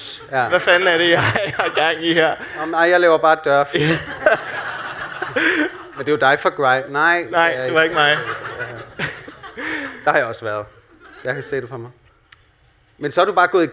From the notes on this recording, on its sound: LIVE fra Podcast Festival. Vi går LIVE for første gang på Hotel Cecil.